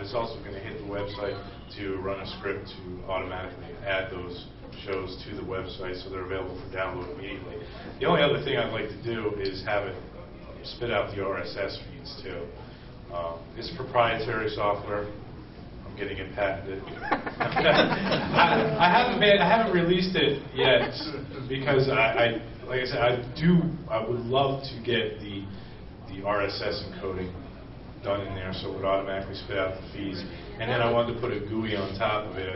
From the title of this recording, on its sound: Hacker Public Radio Panel at Ohio Linux Fest 2010